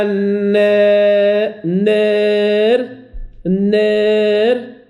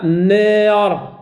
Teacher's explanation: الألف قبل الراء الراء مكسورة لكنها في الوقف ترجع إلى السكون فلوجود الإمالة كأنها كسرة. الإمالة مع الفتح مع الألف لكن كأنها كسرة. إذا فهي سبب في ترقيق الراء · Shown in: first take